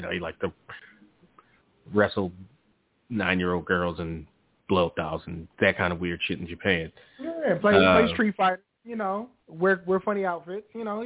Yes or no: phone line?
yes